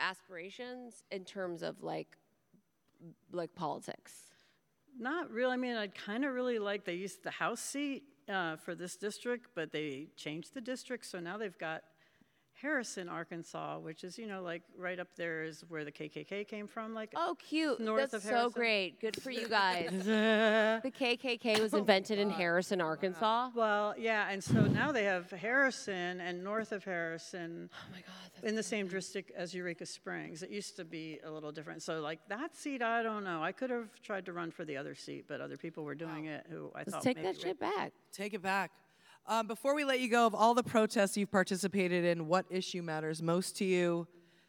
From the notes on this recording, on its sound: Did the podcast LIVE in Eureka Springs, Arkansas. Performed a half hour of stand up before the live podcast.